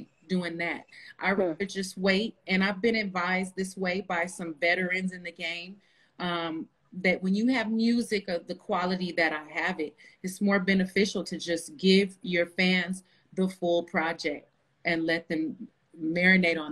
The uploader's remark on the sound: sits down on Instagram Live